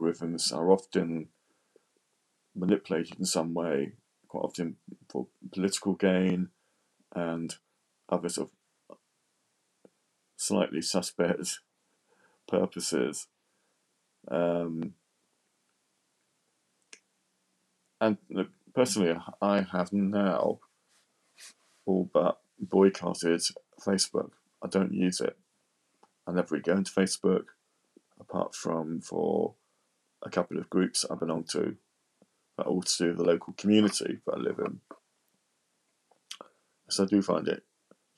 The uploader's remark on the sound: Trying recording from different parts of the house, the lounge this time with nothin but my ipad and it’s built in mic.